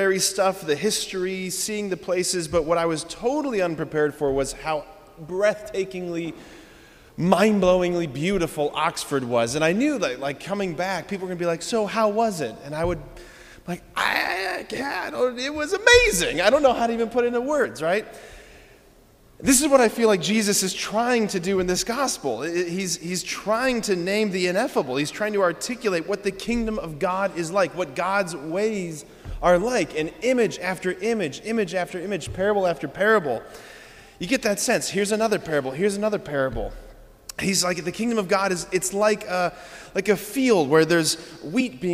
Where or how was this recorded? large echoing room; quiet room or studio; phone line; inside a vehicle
large echoing room